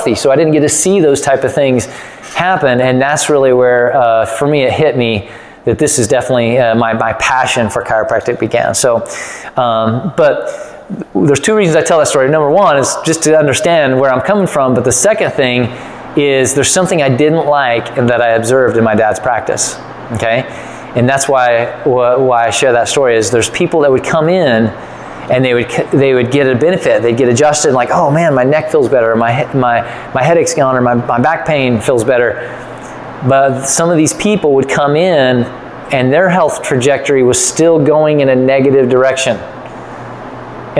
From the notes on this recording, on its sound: Part One of the Better Results Faster Workshop recorded live at Hill Family Chiropractic.